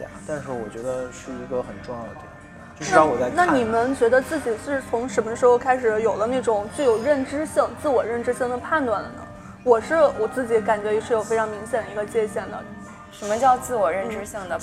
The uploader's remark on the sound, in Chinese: 是我和两个朋友一起在咖啡馆聊天的部分录音剪辑